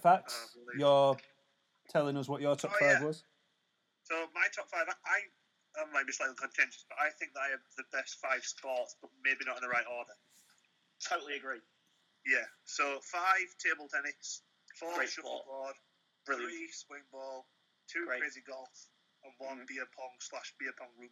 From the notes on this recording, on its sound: Because we're in quarantine we've had to do it over a phone link!